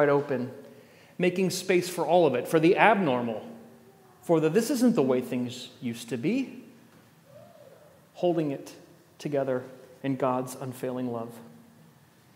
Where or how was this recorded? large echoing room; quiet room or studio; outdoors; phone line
large echoing room